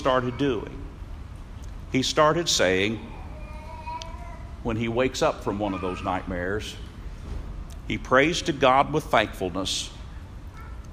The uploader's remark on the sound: Norman Young Peoples Meeting. Audio Courtesy of Norman, OK Church Of Christ.